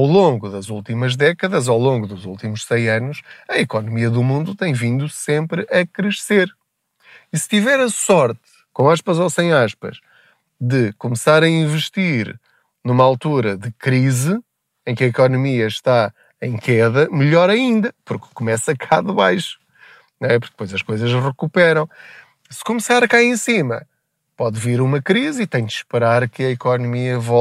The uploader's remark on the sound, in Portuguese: Não ligue aos barulhos da viagem.